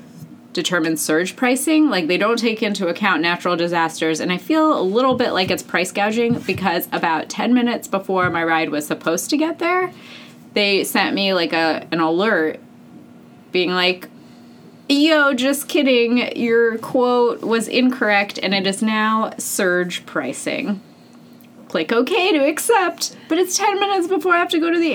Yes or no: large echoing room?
no